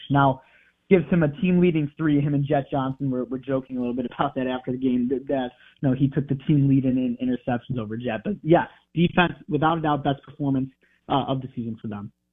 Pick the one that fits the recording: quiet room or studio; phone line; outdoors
phone line